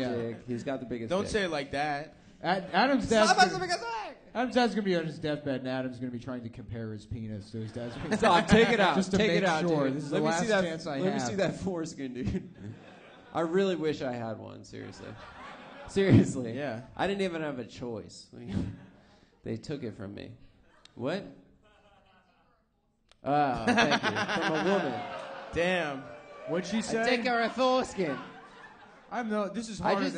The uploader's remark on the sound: Brisbane (Live Show).